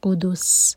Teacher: دال دومہ کے لیے ہمارے ہوٹ گول ہیں لیکن جب ہم سین پر رکیں گے تو ہوٹ گول نہ رہیں، پھیل جائیں